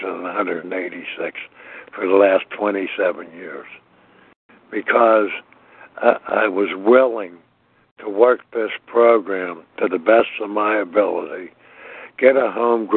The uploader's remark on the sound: from the 100 Pounders Phone Meeting, 6/18/23.